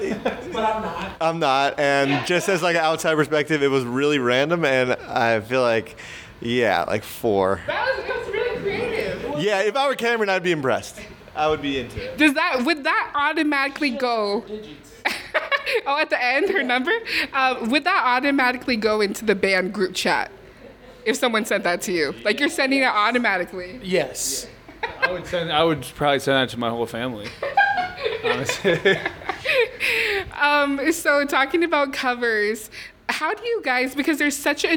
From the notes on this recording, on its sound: Backstage at Thalia Hall in October